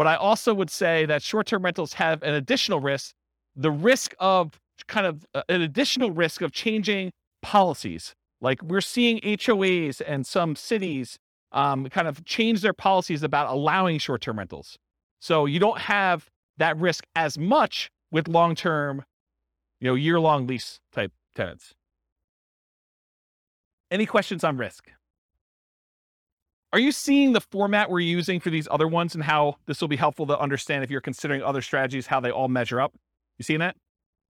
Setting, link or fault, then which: setting, live audience